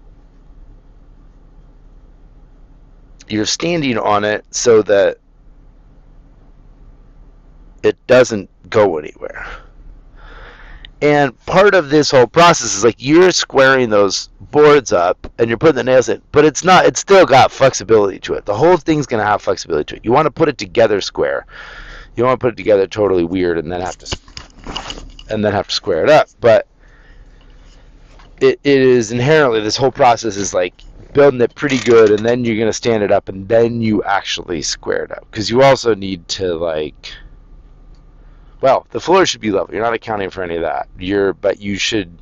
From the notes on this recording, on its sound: now I'm back to rambling in my car